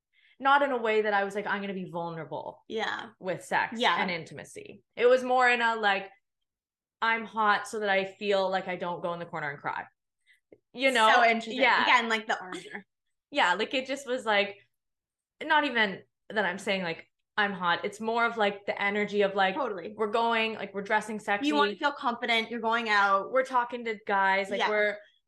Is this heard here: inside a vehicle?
no